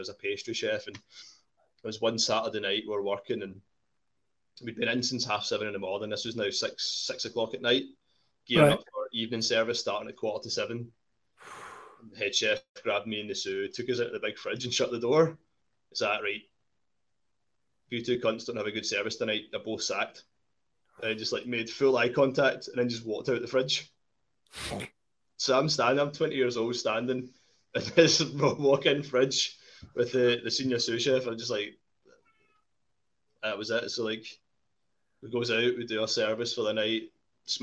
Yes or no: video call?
yes